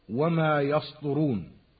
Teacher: فأحيانا تطغى الطاء بتفخيمها على ترقيق السين فتحولها صادا، فنسمع خطأ من يقول وما يسطرون.